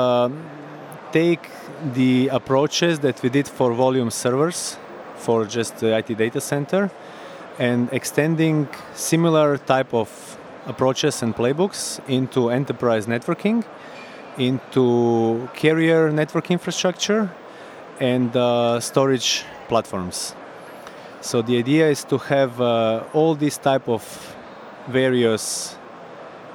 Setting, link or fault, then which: setting, busy venue